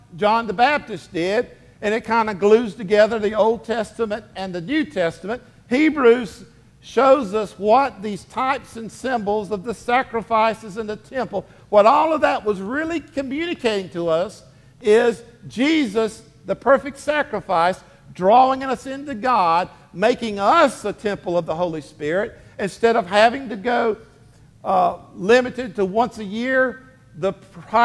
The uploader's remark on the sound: Sermon delivered to Hillside Baptist Church in Eastman, GA on 10/15/23. Sermon delivered to Hillside Baptist Church in Eastman, GA.